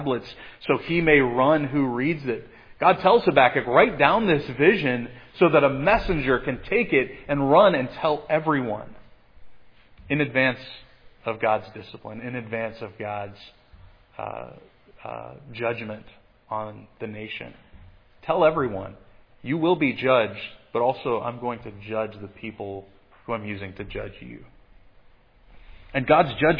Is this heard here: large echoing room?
yes